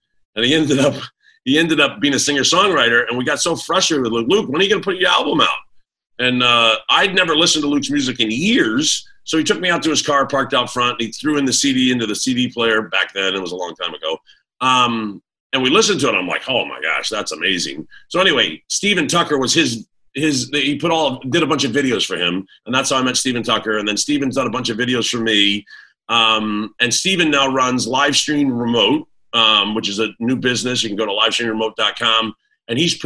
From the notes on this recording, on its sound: I decided to dive into the arena of live video podcasts. My first ever recorded Zoom as a Host.